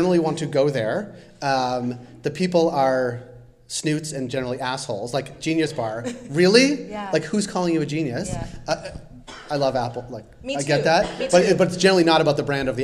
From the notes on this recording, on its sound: Recorded at the second edition of our speaker series focused on the emerging economy of Cannabis in Canada.